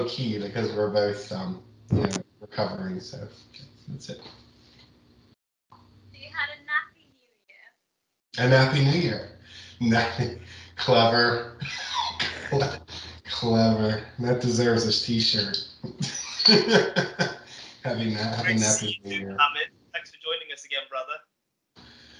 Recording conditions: video call